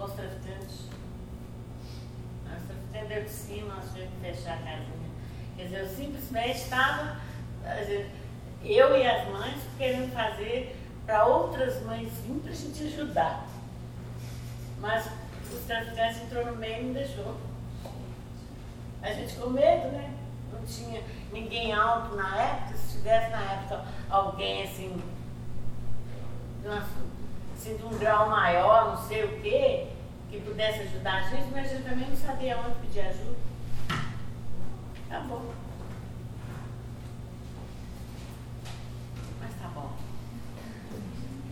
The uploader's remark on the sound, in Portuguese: Tivemos problemas com a captura desse áudio.